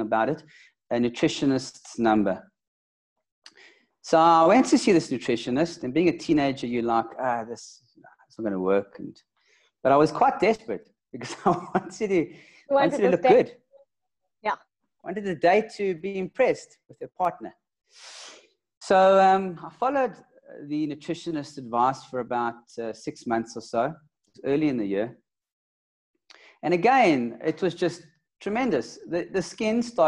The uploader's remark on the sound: LIVE-ZOOM-INTERVIEW made into a podcast